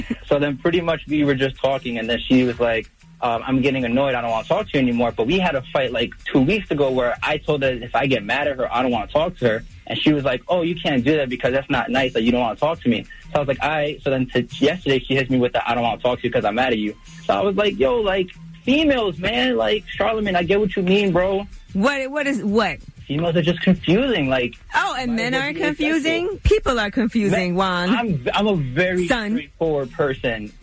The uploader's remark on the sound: We opened up the phone lines for people in need of relationship advice.